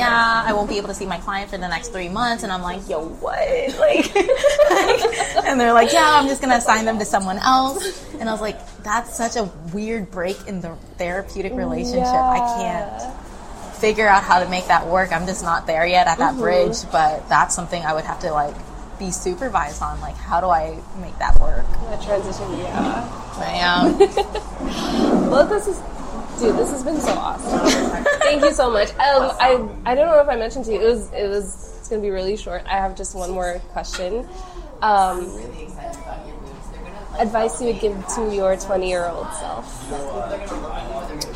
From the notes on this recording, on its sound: Recorded at Boomtown Coffee, Houston Heights.